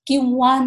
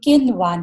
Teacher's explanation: اب دیکھیں قنوان میں بھی یہاں نون ساکن ہے، نون ساکن کے بعد واو آ گئی ہے، واو. تو واو یہ فتح والی ہے، پھر بھی اسے ہم قنوان کو کیوان نہیں کریں گے، کنوان پڑھیں گے · Shown in: second take